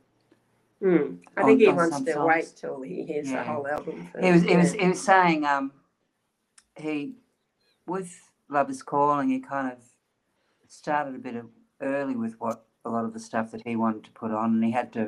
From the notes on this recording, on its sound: Despite encountering challenges like internet dropouts during our recording, the interview still stands up as a chat to enjoy..